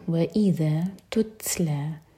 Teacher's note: تا ساکن پر ہمس، سانس جاری رکھیں گے